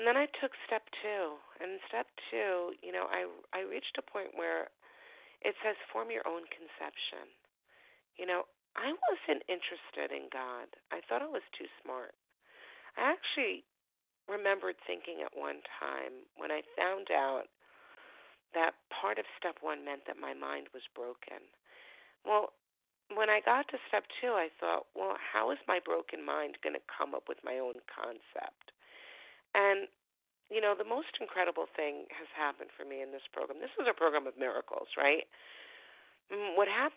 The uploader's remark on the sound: Phone Meeting